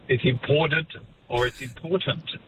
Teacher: It's because that T of important is, you know, flanked by voiced sounds. And therefore you just carry the voicing through